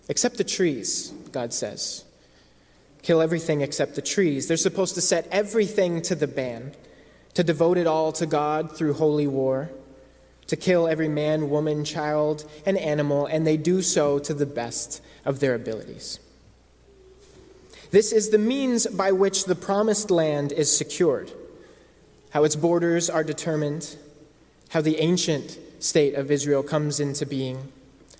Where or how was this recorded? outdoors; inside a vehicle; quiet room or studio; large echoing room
large echoing room